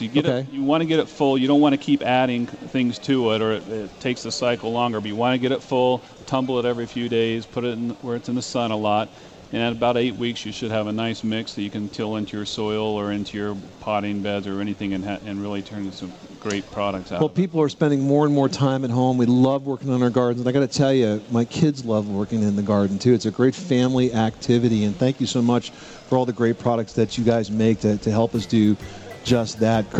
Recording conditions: busy venue